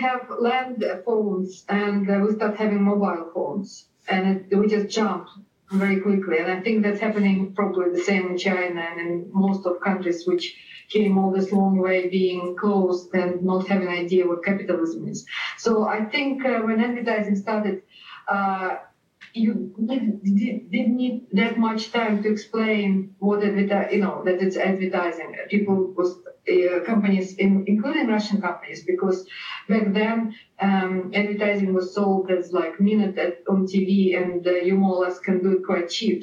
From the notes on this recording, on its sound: Skype audio from Russia is tricky, but hang in there!